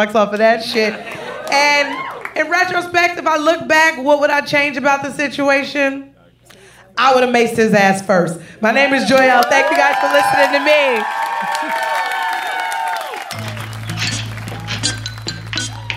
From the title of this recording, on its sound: Live At Caveat!